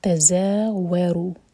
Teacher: تا کے ساتھ جوڑیں گے، طلعت، اس کے بعد زا، اور زا ہمیشہ بزنگ ساؤنڈ کے ساتھ پڑھا جاتا ہے